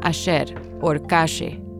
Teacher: They pronounce their double L's and Y's with a sh sound, as in ayer or calle, instead of ayer or calle. · Term: Argentine accent